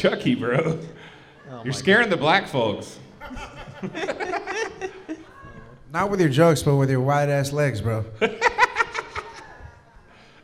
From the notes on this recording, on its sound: Talented and experienced comedians share the stage with first-timers and open-mic’ers in this late-night talk show-meets-podcast setting. Recorded LIVE from Shark's Comedy Club in Dallas, Texas.